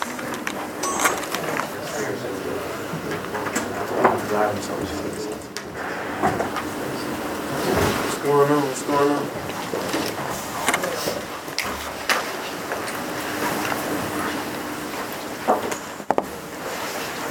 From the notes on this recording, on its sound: Post-game press conference. At Folsom Field.